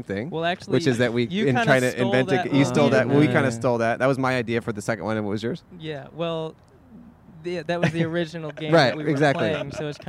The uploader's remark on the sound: Recorded on Brand Blvd in Glendale, California.